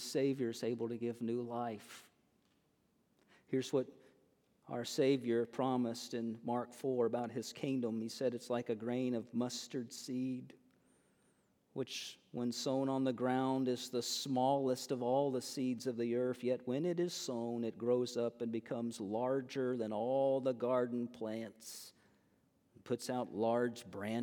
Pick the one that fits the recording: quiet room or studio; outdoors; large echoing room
large echoing room